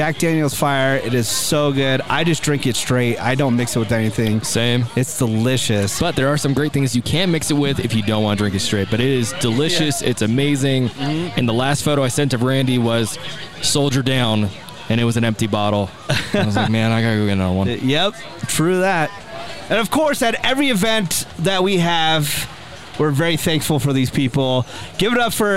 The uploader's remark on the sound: Live From Big Bear Mountain Resort. To do a special live recording in the snow. Chat with listeners.